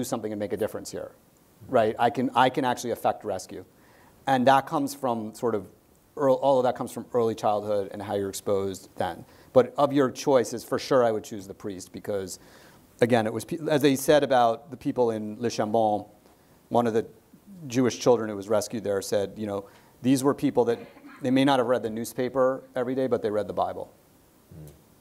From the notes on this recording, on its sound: our in-person event